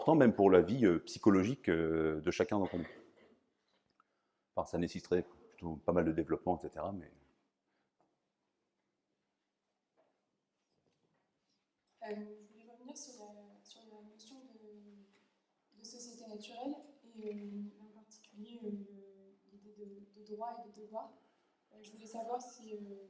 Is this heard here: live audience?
yes